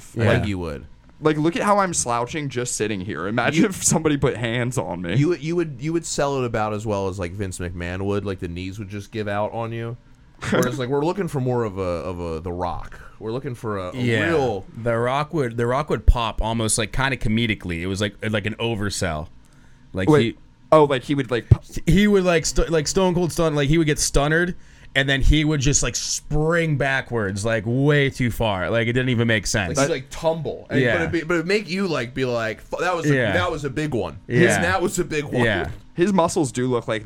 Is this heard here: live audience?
no